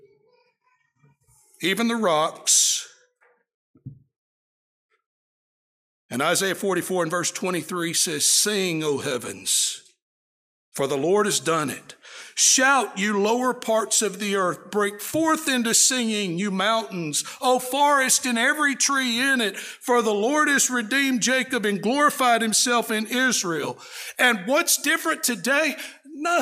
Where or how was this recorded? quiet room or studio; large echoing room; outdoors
large echoing room